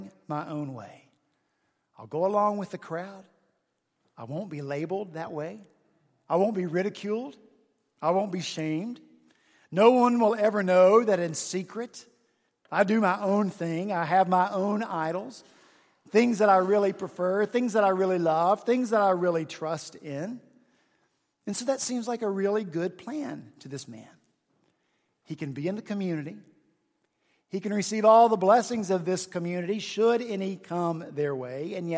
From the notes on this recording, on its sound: at Redeemer Presbyterian Church in Charleston, SC